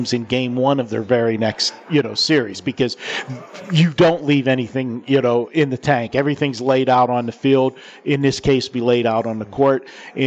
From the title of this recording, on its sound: Live from the Superbook at Westgate Las Vegas